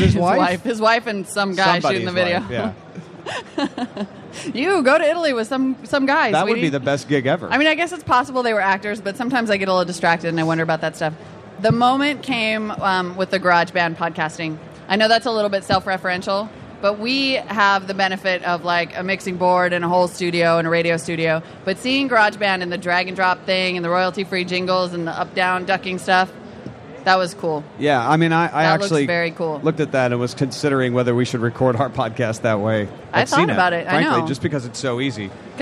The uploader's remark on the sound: Live from Macworld